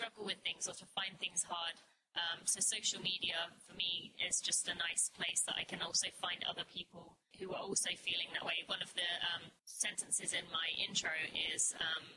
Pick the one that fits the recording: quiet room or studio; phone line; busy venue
busy venue